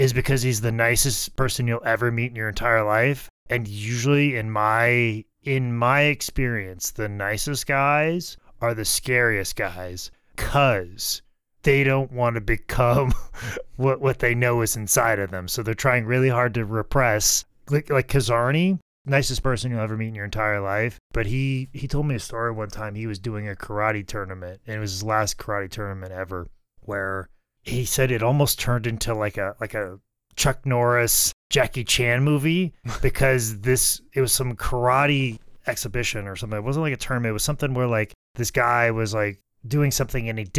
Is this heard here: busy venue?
no